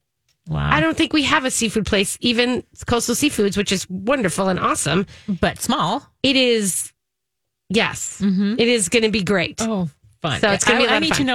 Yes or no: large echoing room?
no